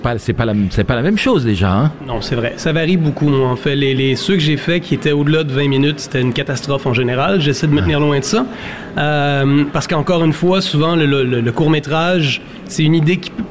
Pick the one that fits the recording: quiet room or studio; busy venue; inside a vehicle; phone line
busy venue